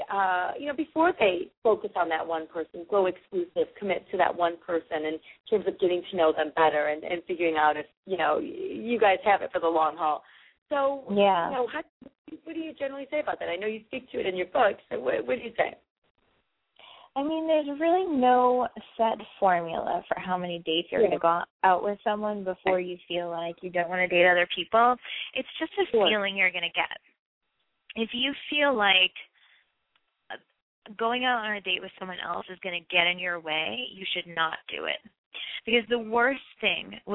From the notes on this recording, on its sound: Call-in